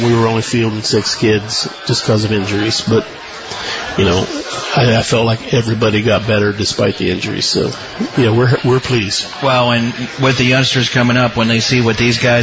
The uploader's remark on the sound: Broadcast live from Shipp Brothers Brewing in downtown Newark.